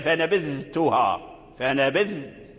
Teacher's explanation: فلا بد من إظهار الذال عند التاء في قوله تعالى فنبذتها